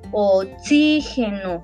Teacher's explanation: Oxígeno, cuatro golpes de voz. Y la tónica, la fuerte, está en la sílaba sí. Oxígeno. Por lo tanto, esta es la antepenúltima. · Term: la sílaba tónica